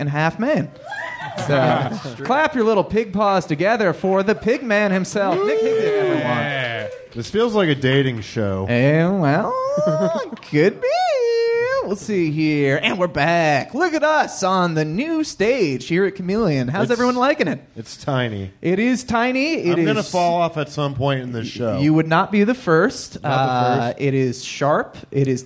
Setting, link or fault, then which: setting, live audience